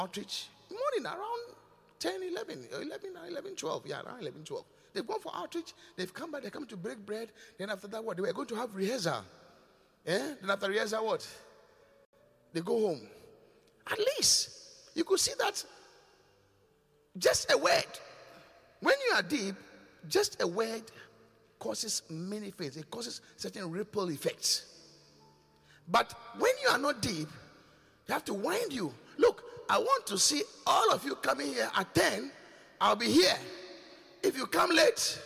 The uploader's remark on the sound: Preached at The Qodesh